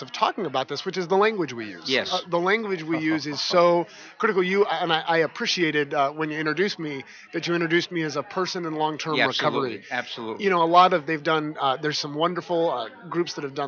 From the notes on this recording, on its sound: broadcasting from the 39th Annual NAATP Leadership Conference in Austin, Texas - May 21 - 23, 2017